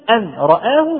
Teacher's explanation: تلاحظ أن اللسان يرتفع إلى النون ثم يهبط ثم يرتفع إلى الراء